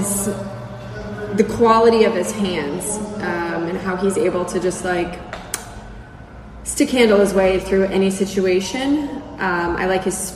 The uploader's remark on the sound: live from the NHL Draft in Montreal